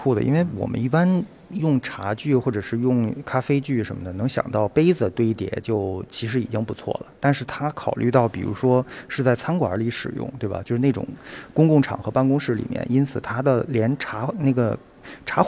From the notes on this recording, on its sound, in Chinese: 本期节目尝试了一种新的节目录音形态。带着录音机跟嘉宾一起去看展，边看展边录音。在清华大学艺术博物馆四层14号展厅展出。